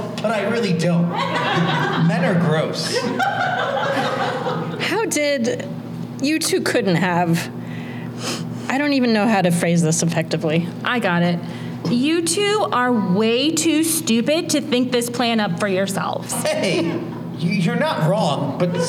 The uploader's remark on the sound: It’s the Thrillogy performed LIVE! This episode was recorded in front of an audience at the Neighborhood Comedy Theater in Mesa, AZ.